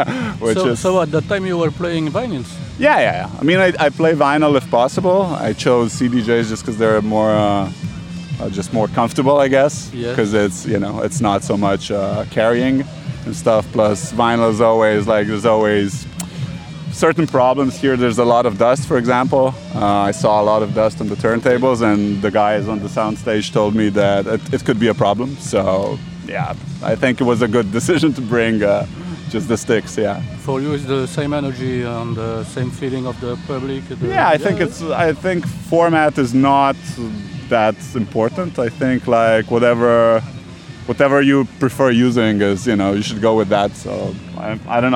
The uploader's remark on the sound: Sound recordings made in Slovenia, Ljubljana & Tolmin, on 16 July 2022 during the 4th edition of the electronic music festival, Butik.